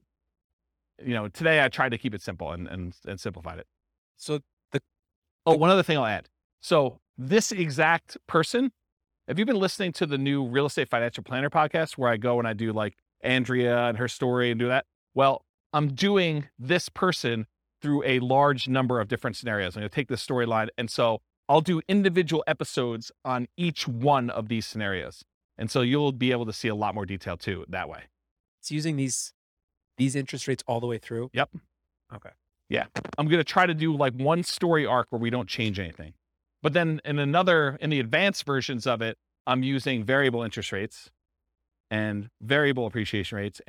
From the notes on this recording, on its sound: This was a live class recorded